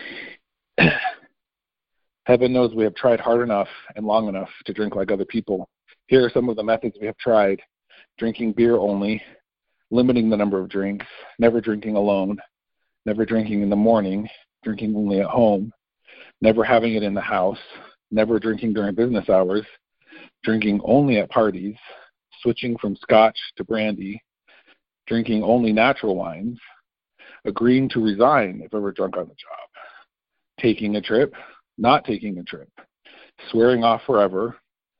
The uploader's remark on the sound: 2019 New Years Day Phone Conference